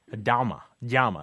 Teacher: In some places it almost sounds like a D, a dama, llama. It's like you can actually feel your tongue kind of shift from the Y to the J to the D.